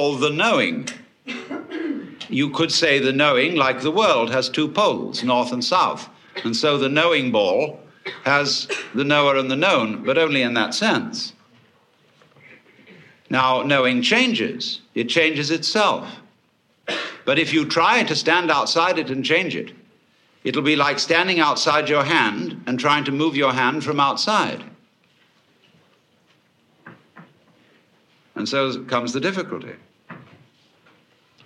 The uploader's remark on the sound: Another big-hall presentation. Was recorded in 1971 in New York City at a conference for western therapy and eastern religion. A stream of audience questions.